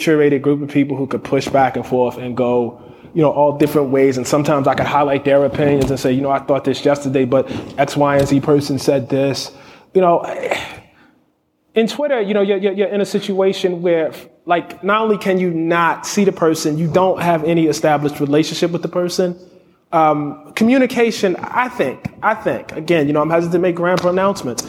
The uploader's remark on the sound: Recorded in front of an audience at South by Southwest in Austin.